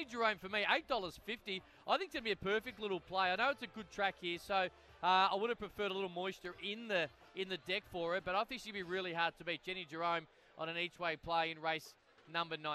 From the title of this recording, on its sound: Wednesday Trackside LIVE from Launceston